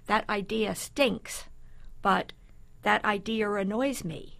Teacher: putting the R in between two vowel sounds